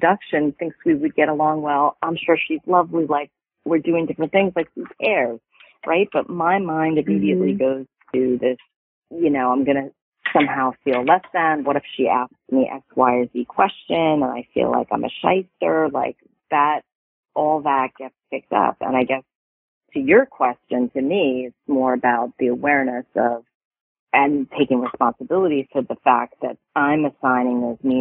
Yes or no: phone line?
yes